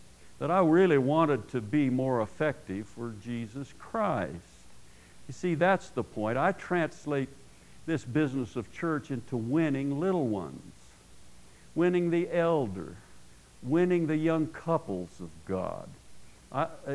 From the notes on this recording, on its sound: at Paradise Valley Christian Church in Casper, Wyoming.